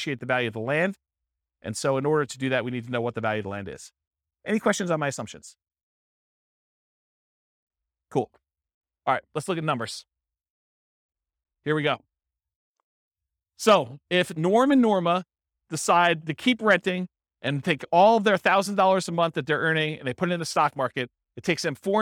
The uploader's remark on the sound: This was a live class recorded